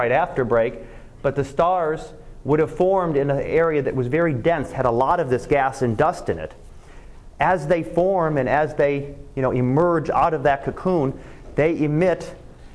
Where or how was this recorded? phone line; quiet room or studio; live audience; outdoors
live audience